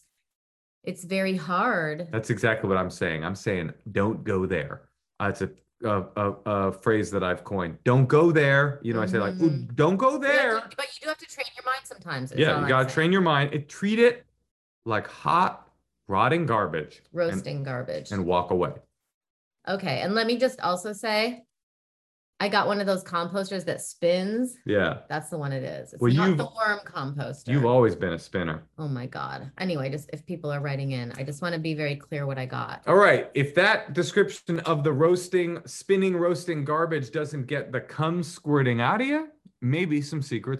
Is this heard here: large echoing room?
no